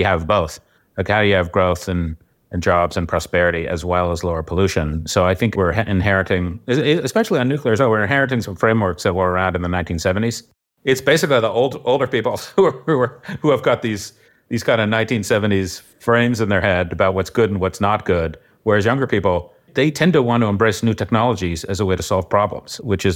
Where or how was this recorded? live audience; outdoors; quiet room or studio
quiet room or studio